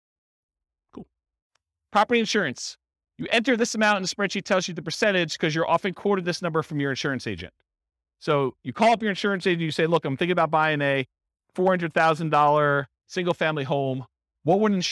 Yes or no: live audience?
yes